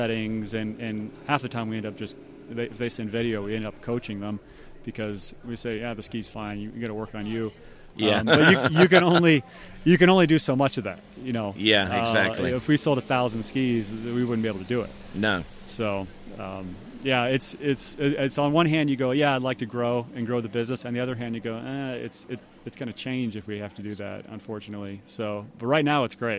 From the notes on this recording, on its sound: This was recorded at the Syndicate Hilltop Pro-Am Slalom Tournament.